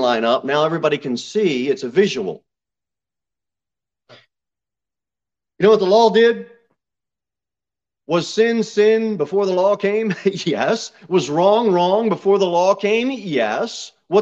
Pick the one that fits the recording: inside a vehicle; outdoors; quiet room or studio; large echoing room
large echoing room